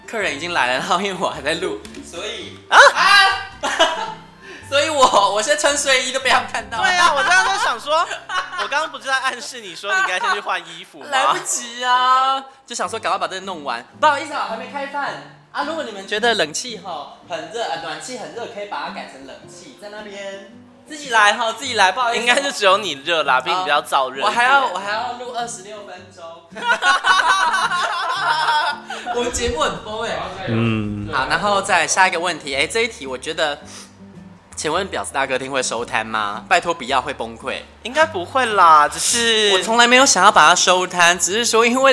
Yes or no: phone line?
no